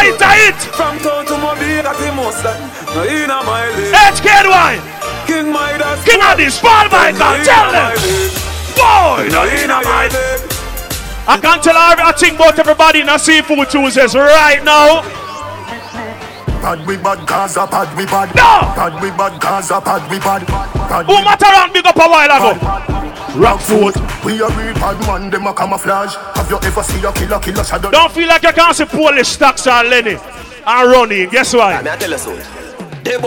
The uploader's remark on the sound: LIVE AT SEAFOOD TUES NYC 3.8.16.